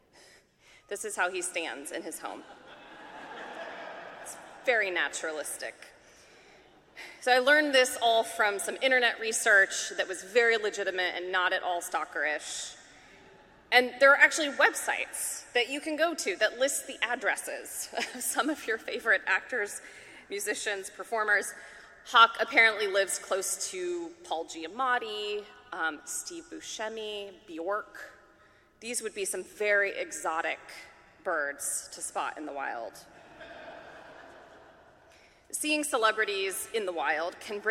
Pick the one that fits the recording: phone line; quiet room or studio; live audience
live audience